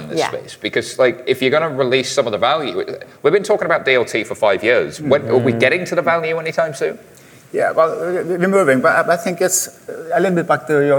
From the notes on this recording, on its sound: directly from the stage at Money20/20